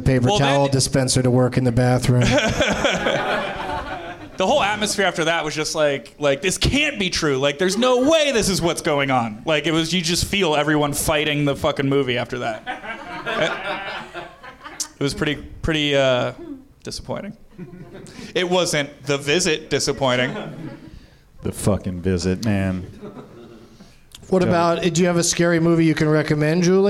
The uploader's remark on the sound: Live from the NerdMelt Showroom in Los Angeles